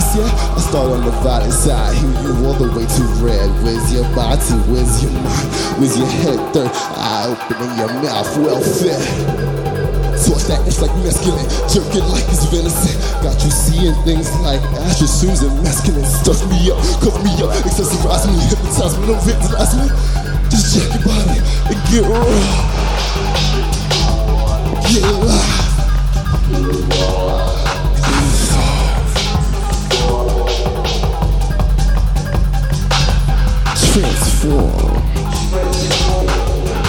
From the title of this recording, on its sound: Live from SXSW